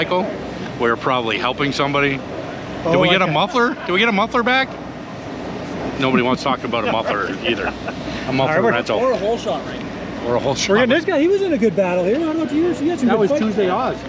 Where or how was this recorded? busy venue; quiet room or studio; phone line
busy venue